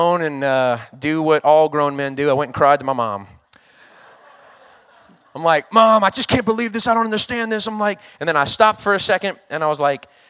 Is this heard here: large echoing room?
yes